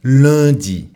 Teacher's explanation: Cependant, dans l'accent créole, il y a une nasale de plus. 1. Cette voyelle nasale existe dans certaines régions de France et est généralement prononcée dans les mots qui contiennent les lettres U et N.